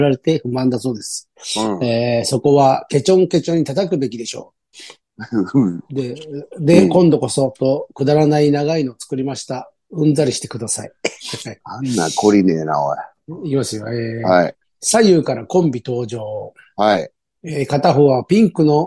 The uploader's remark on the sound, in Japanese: ZOOMで収録